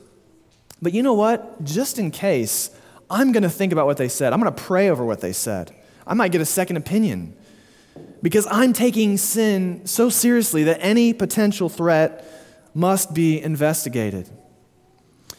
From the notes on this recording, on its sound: Sermon delivered at Immanuel Baptist Church in Springdale, AR on June 4, 2023.